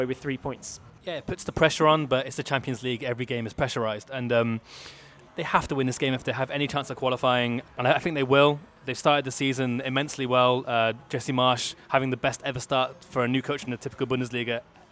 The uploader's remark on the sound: Live from a sports bar on the Ringstrasse in Vienna